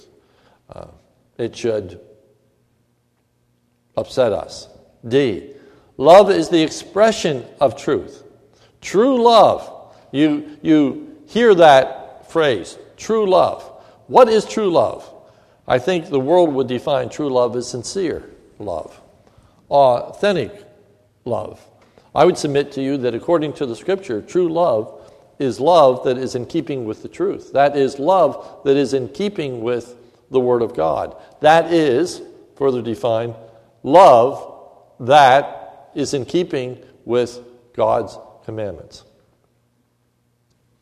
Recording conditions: large echoing room